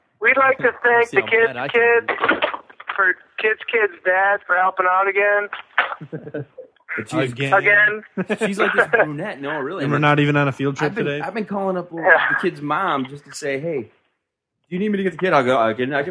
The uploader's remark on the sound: on the phones